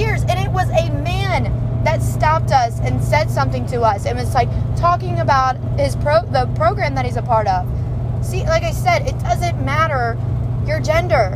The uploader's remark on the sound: Sorry for the background noise too.